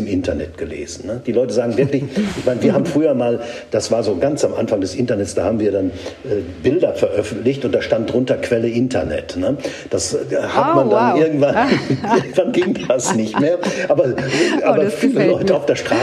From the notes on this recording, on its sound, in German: Im turi2 Clubraum. Im Live-Podcast.